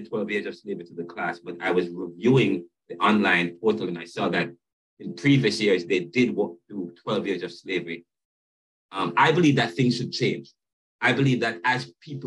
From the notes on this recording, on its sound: Caribbean Thought Lecture Series on Zoom. This episode begins the Lecture Series at the Jamaica Theological Seminary on Caribbean Thought. This is a video episode uploaded from the class Zoom Recording as I am teaching the course via an online face-to-face module while here in Philadelphia USA.